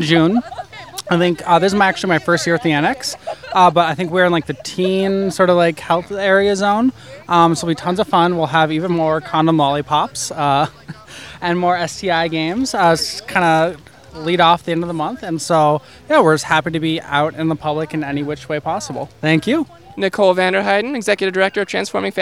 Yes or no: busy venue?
yes